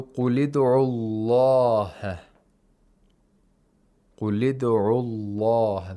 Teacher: The lam is pronounced with تَغْلِيل. Why? Because actually it is preceded by a letter with actually a dhamma here.